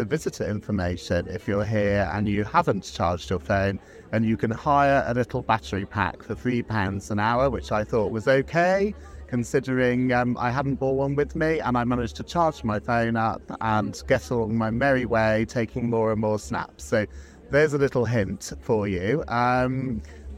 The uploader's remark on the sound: Join us for our first-ever outside broadcast from the RHS Chelsea Flower Show 2023.